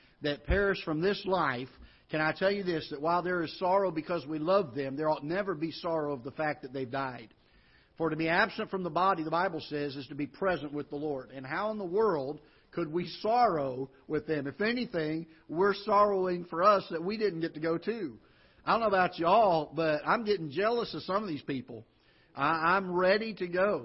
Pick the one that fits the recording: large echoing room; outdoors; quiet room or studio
large echoing room